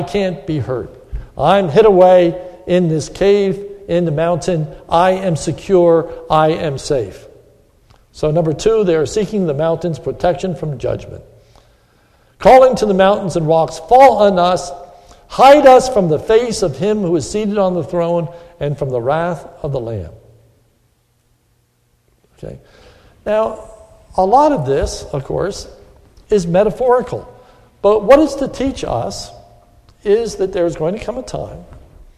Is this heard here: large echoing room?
yes